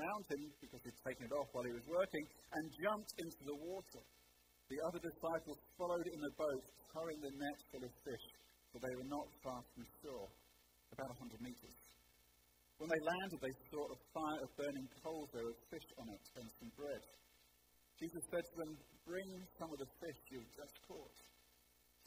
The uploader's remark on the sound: Alder Road Site. Missing the first 8 minutes due to technical difficulties.